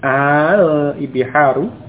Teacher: bacanya juga panjang al biharu dengan intonasi istifham bertanya